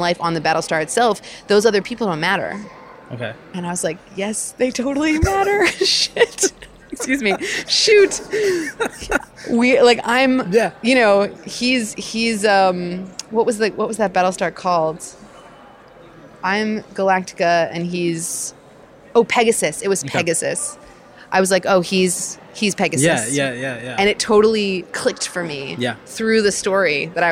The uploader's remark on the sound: at the School of Visual Arts’ Design for Social Innovation Global Lecture Series